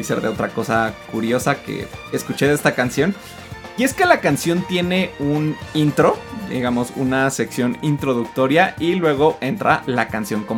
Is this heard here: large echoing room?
no